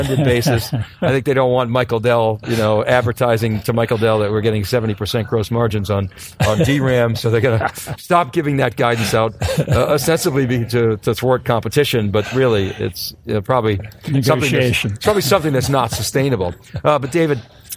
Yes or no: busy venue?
yes